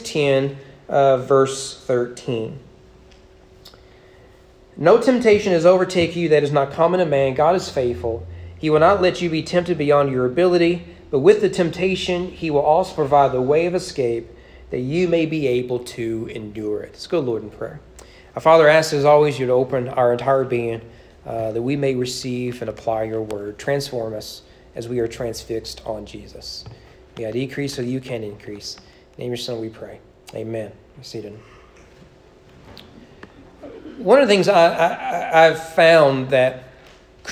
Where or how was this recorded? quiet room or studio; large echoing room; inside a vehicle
large echoing room